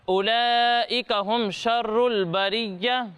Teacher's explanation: یہاں پر مد متصل ہو رہا ہے تو اسے کتنا کھینچیں گے؟ دو یا ڈھائی الف تک کھینچ کر پڑھیں گے